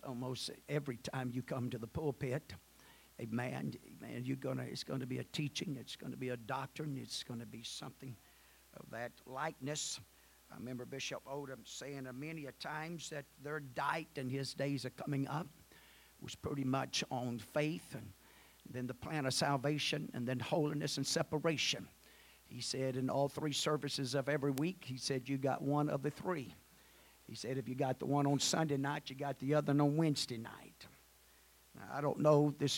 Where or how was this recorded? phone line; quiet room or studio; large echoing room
large echoing room